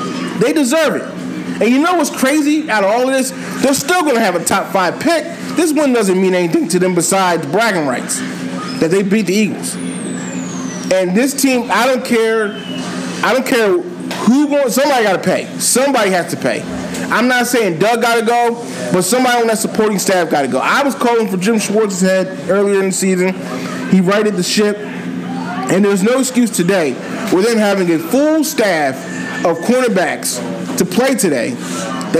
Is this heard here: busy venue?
yes